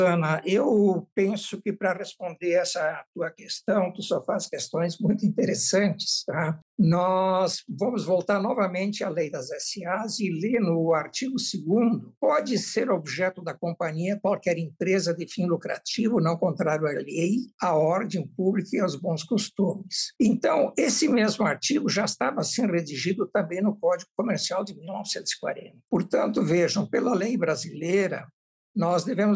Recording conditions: video call